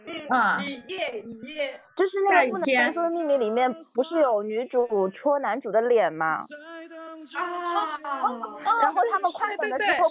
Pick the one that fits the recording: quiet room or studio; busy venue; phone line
busy venue